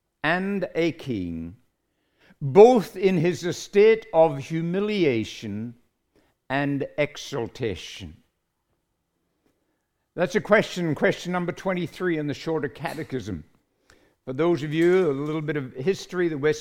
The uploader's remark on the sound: recorded live at Grace Community Bible Church